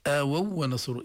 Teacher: إدغام الواو بالواو بس بدون تشديد، بدون غنة، ما تشديد بس بدون غنة.